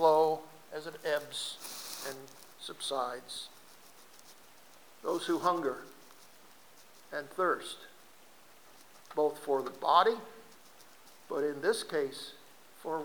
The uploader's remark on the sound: RECORDED SERMON FROM 01-29-2017